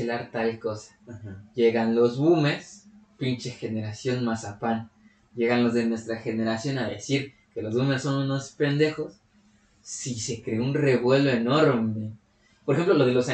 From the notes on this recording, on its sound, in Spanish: Esta mocho el capítulo :,c. Culpa de quien estuvo manejando la grabación.